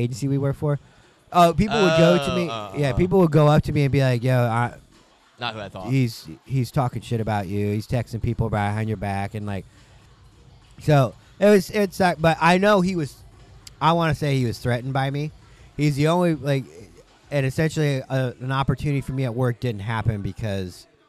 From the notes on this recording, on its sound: take a break from vending at the Refracted Wolf Apparel booth